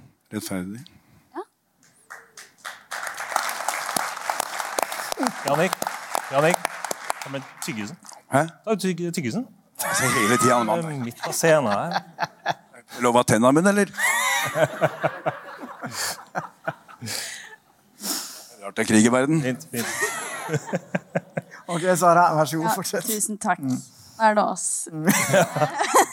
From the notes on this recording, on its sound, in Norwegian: AVHØRTs Juleshow, live fra Rockefeller!